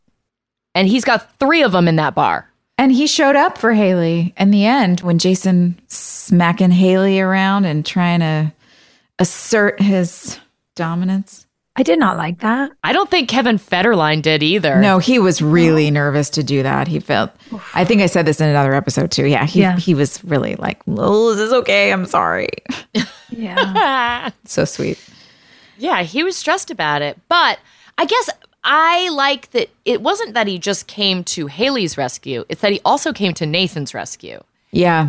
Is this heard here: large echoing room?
no